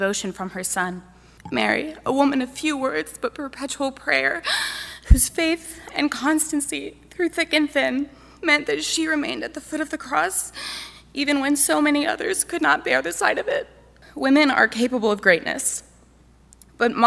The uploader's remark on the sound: NatCon 3 Miami. Address at the Miami National Conservatism Conference.